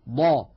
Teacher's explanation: كانت القبائل العربية بعضها يتكئ على حافة لسانه اليمنى، وبعض القبائل يتكئ عند نطق الضاد على حافة لسانه اليسرى، وبعضهم كان يخرجها بتوزيع الضغط توزيعا متعادلا بين الحافتين، فيقول ضا